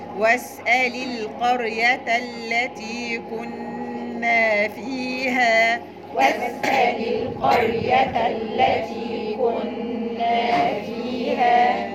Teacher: اللام بتاعت واسألي مكسورة